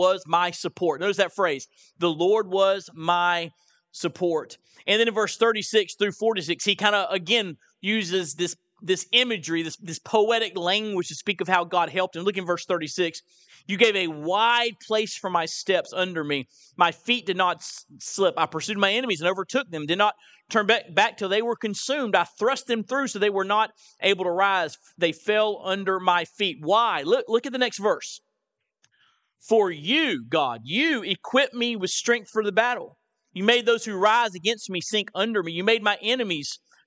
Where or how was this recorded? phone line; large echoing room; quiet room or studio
large echoing room